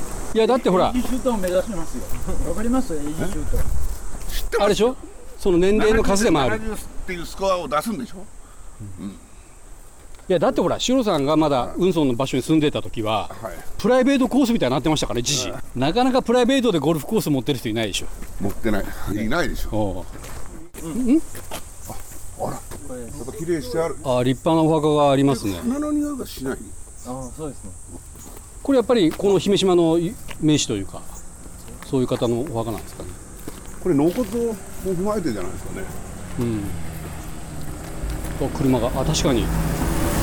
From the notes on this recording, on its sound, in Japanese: 姫島初上陸！予定も決めず、ただ島を歩いているところを録音しています。海や風の音、歩く音、雑音なども拾うので。